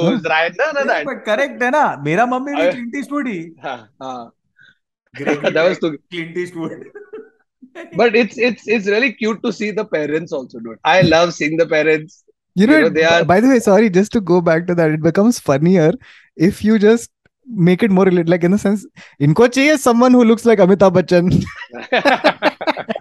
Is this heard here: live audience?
no